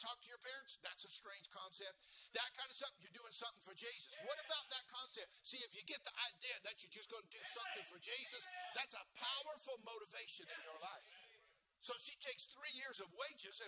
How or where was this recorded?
large echoing room